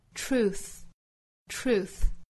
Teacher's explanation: Truth 最后的 th 舌头伸出来，去摩擦上齿